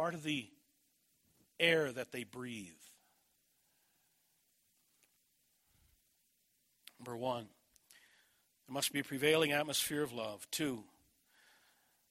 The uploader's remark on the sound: This message was delivered at Desert Springs Church, Albuquerque, NM, June 24, 2011.